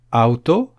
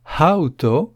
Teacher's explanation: Attention à la prononciation, on doit bien entendre le souffle du H. · Shown in: second take · En effet, auto, sans H, c'est une voiture.